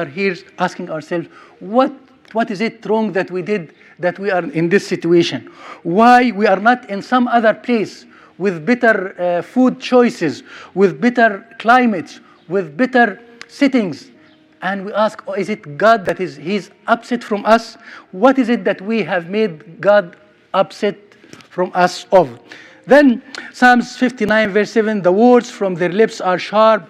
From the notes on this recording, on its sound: Sermon recorded at Middle East University